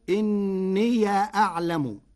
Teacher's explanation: قرأ ورش كلمتي إني أعلم بفتح ياء الإضافة فتصير إني أعلم، والفتح والإسكان فيها لغتان عند العرب.